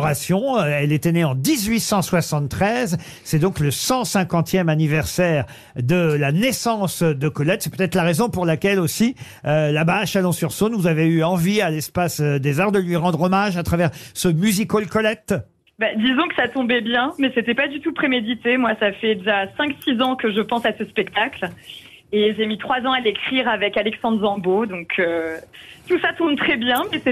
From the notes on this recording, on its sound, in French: au téléphone des Grosses Têtes